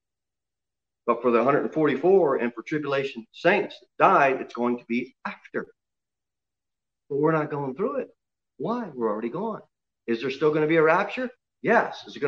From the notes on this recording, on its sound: Sermon delivered at Pilgrim Baptist Church on Sunday, February 14, 2021, at 11:15 am. Jere Whitson Rd.